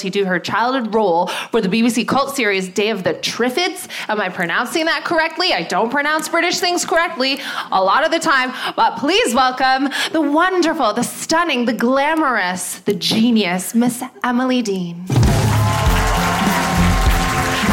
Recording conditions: live audience